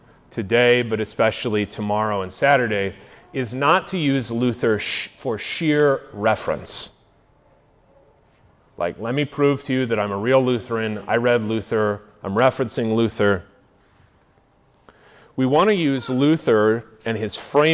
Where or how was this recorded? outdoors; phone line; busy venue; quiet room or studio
busy venue